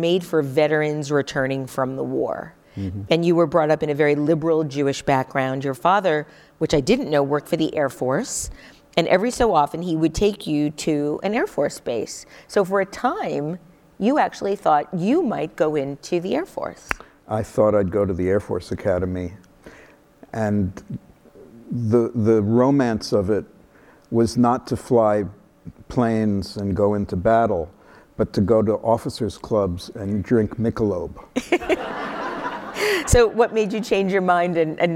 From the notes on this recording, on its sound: live on stage